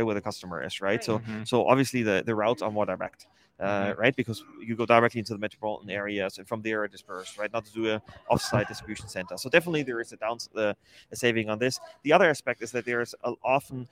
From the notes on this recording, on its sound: live from the Manifest Conference in Las Vegas